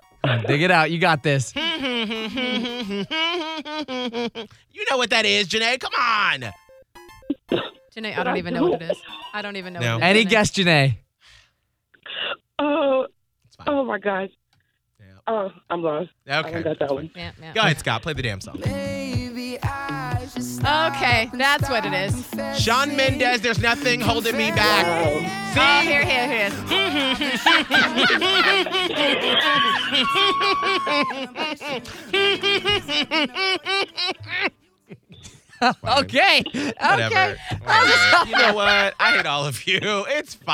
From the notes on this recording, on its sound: on the phone as our contestant today